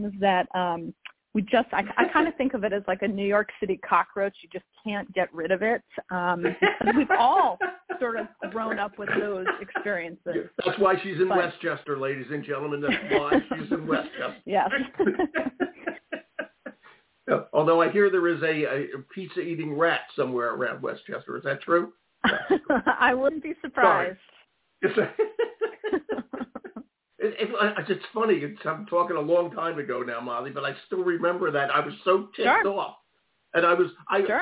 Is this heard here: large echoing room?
no